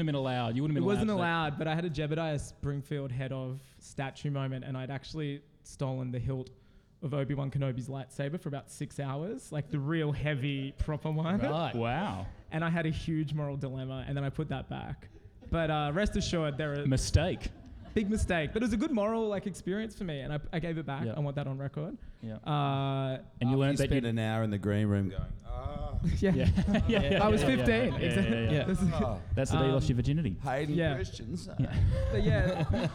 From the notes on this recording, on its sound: LIVE at Giant Dwarf. All recorded live in front a live audience live.